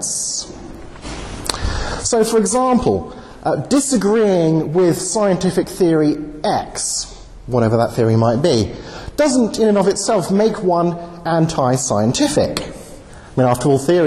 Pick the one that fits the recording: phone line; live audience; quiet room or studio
live audience